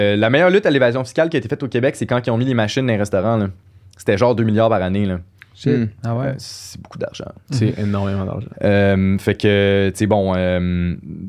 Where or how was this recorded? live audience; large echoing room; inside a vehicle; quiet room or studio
quiet room or studio